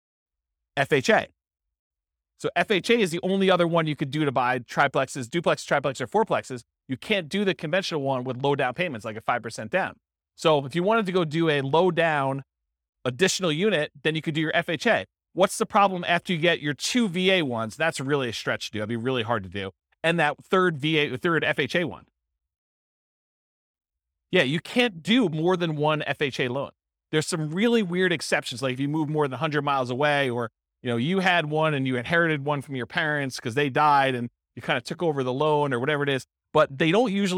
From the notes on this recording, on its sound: This was a live class recorded